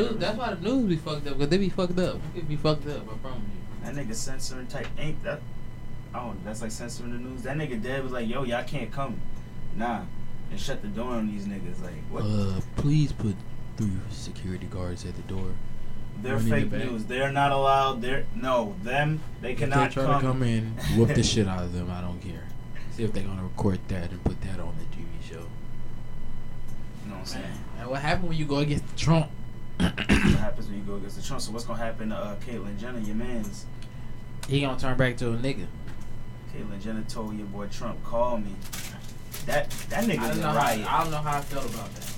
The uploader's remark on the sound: Apologies for the sound quality. We constantly forgetting to turn the speakers off before recording, this is the reason for the feedback.